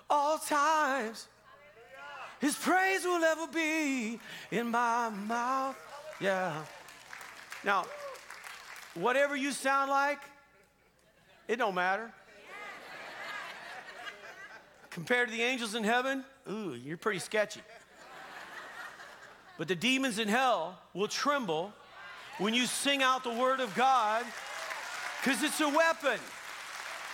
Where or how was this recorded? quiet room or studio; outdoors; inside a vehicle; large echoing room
large echoing room